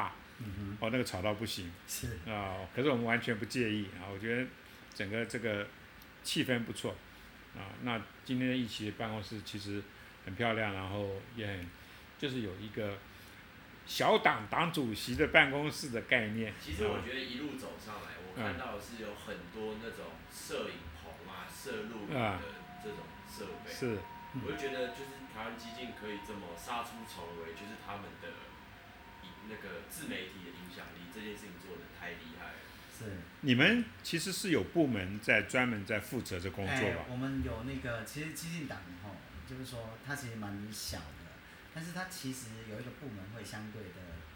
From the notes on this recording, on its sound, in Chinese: 收音有一點點小狀況